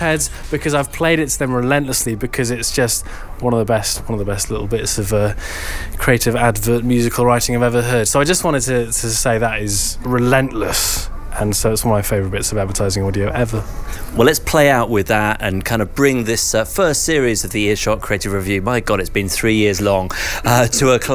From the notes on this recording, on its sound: This festive edition comes direct from the Hippodrome Casino in London’s Leicester Square where some of our closest friends have gathered to enjoy some fun audio together and talk about radio production.